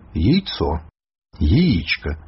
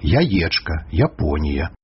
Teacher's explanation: У нас жа яканне. У першым складзе перад націскам і каранёвае «я» зберагаецца. · Shown in: second take